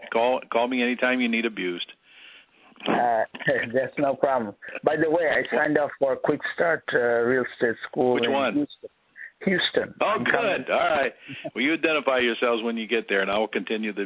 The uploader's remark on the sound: Q&A Call